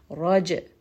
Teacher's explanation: you are going to give it a little bit of that bounce as we say this letter with sukun. Raj. So give it a bit of bounce. · Term: qalqala